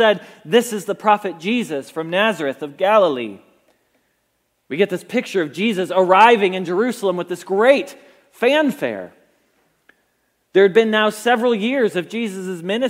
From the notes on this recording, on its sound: Message Preached at Valley Creek Church